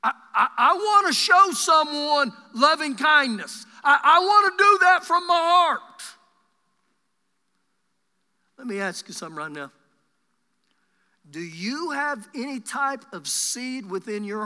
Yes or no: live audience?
yes